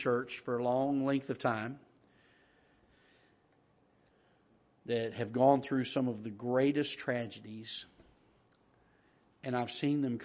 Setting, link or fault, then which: setting, large echoing room